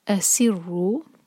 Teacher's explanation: رو پر دومہ ہے تو رو کو ہم ہیوی کر کے پڑھیں گے. رو دو حرکہ مد تبعی، اس کے بعد جو الف ہے اس کو پرناؤنس نہیں کیا جائے گا، اس کے اوپر ایک چھوٹا سا زیرو بنا ہے، تو یہ پہچان ہے کہ ہم نے اس کو نہیں پڑھنا.